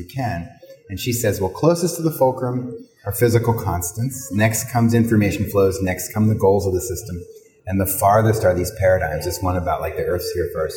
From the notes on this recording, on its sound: recorded at the PhiusCon 2023